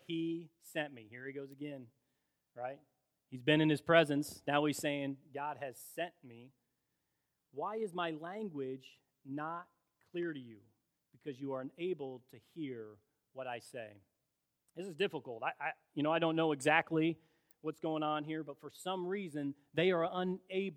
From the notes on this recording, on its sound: In a special Cornerstone service held at Olivet Church, both congregations celebrated our ministry together.